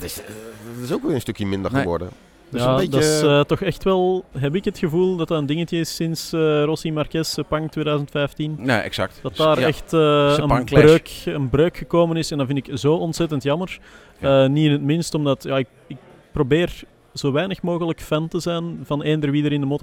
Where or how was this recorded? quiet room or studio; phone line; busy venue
busy venue